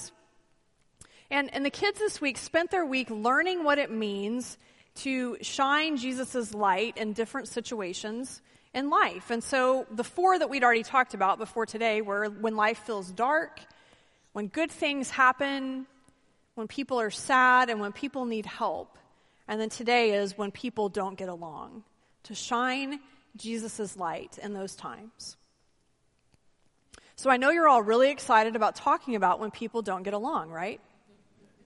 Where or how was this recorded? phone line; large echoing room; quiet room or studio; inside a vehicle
large echoing room